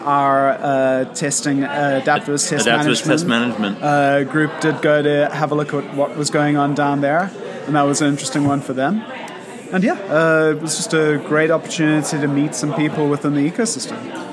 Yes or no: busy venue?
yes